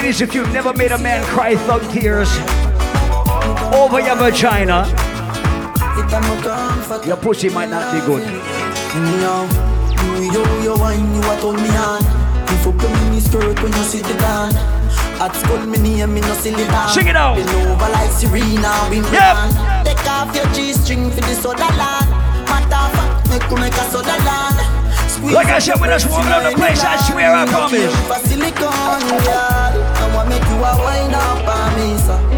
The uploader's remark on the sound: LIVE AUDIO! AT ISLAND SATURDAYS. Live audio recording of island saturdays.